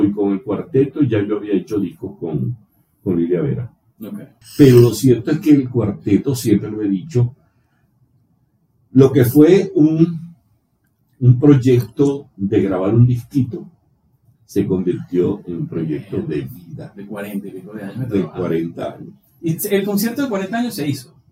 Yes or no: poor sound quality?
yes